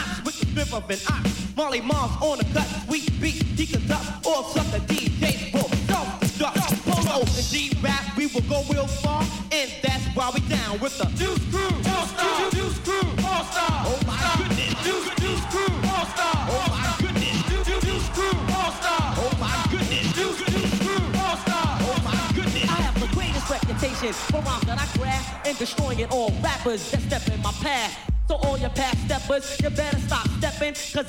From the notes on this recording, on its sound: We are LIVE from Bar RED for this Episode of THROWBACK THURSDAYS!